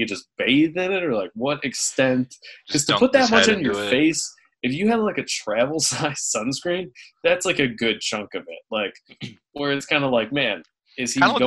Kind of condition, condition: link, video call